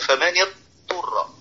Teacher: فبعضهم يدغم ويقول فمن يضطر، أين الضاد؟ ذهب صوته، وهذا لحن